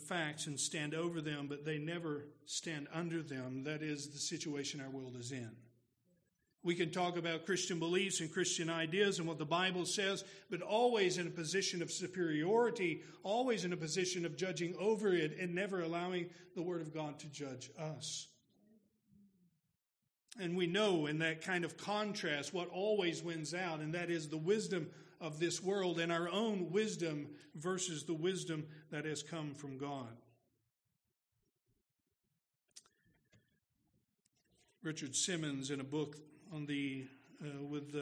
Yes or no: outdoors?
no